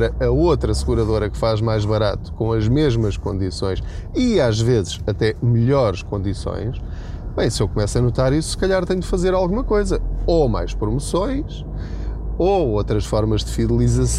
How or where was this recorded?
inside a vehicle